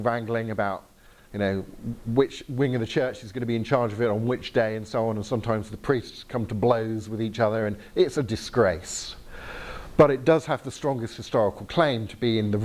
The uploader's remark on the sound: Talk with Q&A from the Reality 3:16 residential weekend in Northern Ireland, 17th March 2018